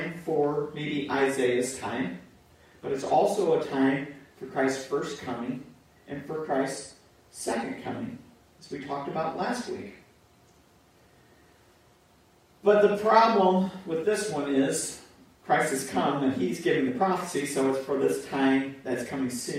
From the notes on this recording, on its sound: Pour Audio